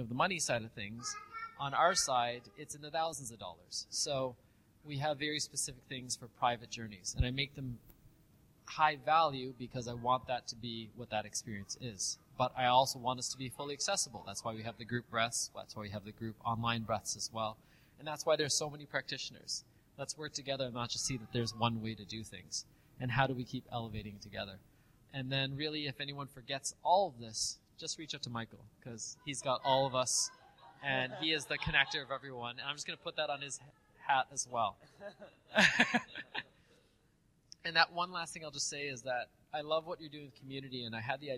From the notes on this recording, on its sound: This is a special pre-recorded episode from one of our live Expansion Seminars in Vancouver.